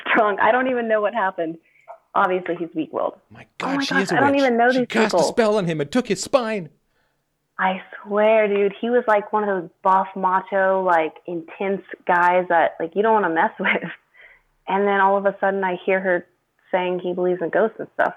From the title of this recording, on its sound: Freedomain Call